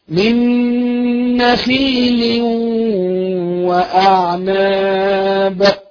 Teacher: طيب نأتي على كلمة نخيل، اللام تحتها، اللام تحتها تنوين، تنوين بعده حرف الواو، يبقى إدغام بغنة، يبقى أيضا كلمة نخيل اللام التنوين الذي تحت اللام إدغام بغنة معه غنة بمقدار حركتين